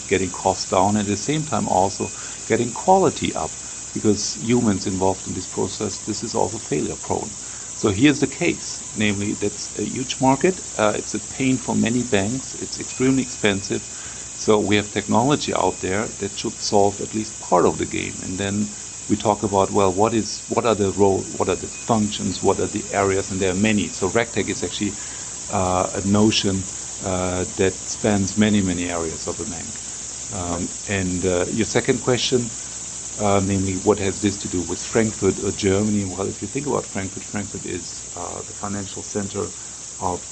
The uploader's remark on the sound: RegTech at TechQuartier. We did our best to improve the audio quality, but doing live interviews, sometimes on the go, results usually not in the highest audio quality.